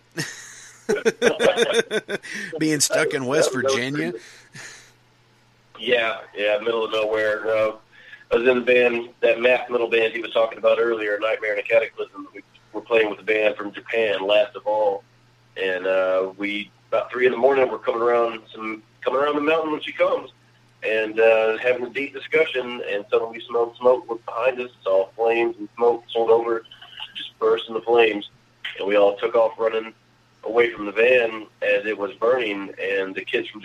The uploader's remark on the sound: joining me on the phone